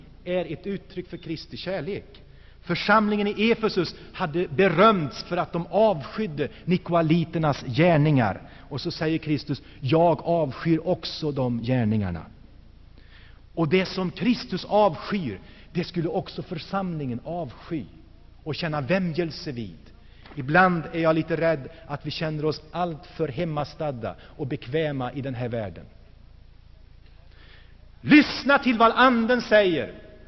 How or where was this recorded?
large echoing room